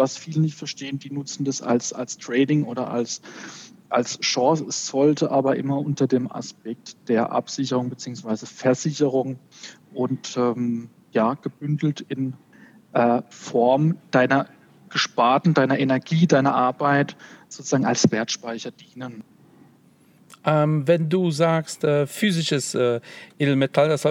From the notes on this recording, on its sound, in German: live aufgenommen aus dem Babomobil an einer Kölner Tankstelle